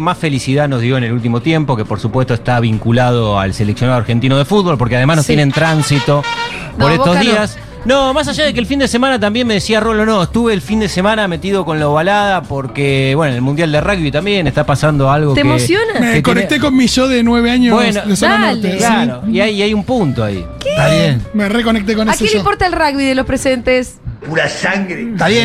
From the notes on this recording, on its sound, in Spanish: en vivo en Yunta Bar